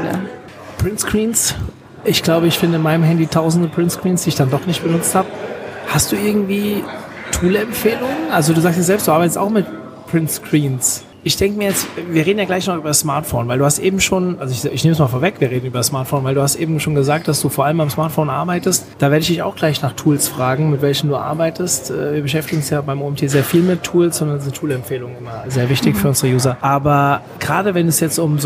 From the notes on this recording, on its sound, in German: die auf der Campixx 2023 in Berlin aufgenommen wurde